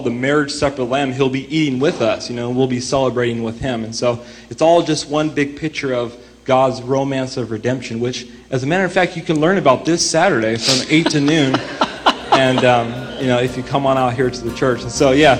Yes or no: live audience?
yes